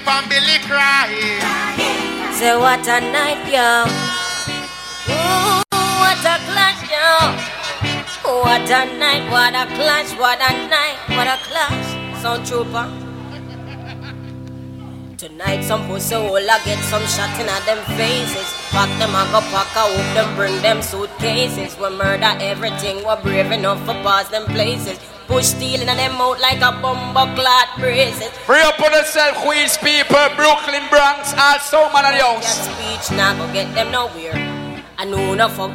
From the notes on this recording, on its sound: CLUB A IN QUEENS NY 2004. IN QUEENS IN CLUB.